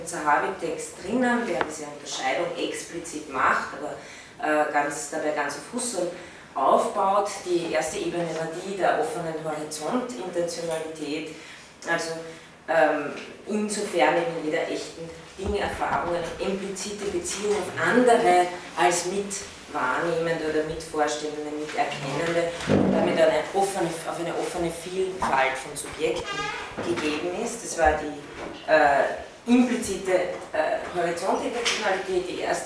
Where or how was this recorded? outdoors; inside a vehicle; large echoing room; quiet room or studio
large echoing room